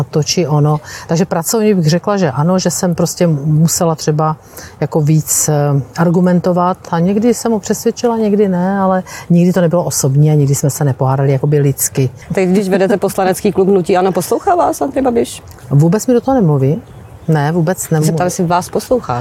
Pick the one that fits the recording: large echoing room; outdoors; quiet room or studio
outdoors